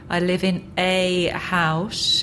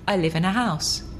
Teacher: both articles are not stressed in a sentence · Shown in: second take